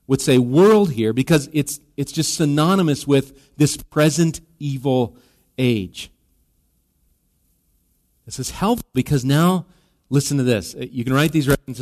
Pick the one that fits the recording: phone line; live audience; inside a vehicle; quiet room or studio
live audience